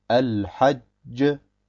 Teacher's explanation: Das erste Jim hört man fast gar nicht. Oder besser gesagt gar nicht.